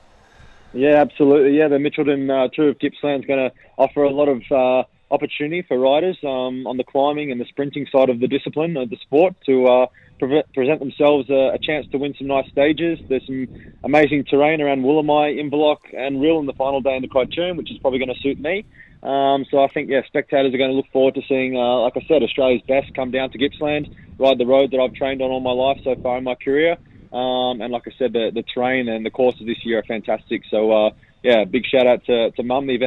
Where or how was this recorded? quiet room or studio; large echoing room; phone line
phone line